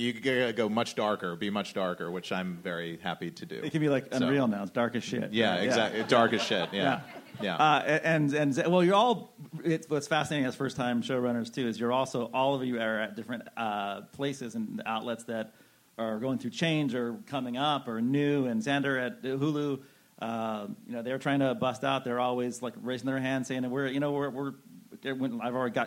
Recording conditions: busy venue